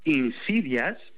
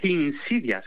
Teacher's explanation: Bueno, pues este arrio, en lugar de decir insidias, tal cual, como en español, sí, insidias, él decía insidias, con una H aspirada al principio · Shown in: second take